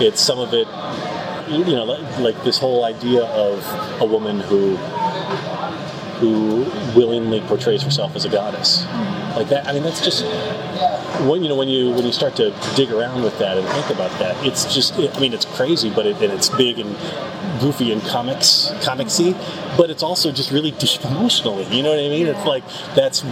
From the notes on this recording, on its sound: On no sleep, and on the con floor, so apologies in advance for the sound.